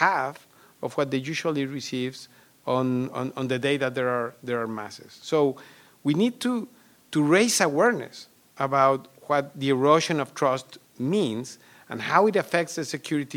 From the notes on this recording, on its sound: KUT hosted a community discussion on July 18 at the George Washington Carver Museum and Cultural Center.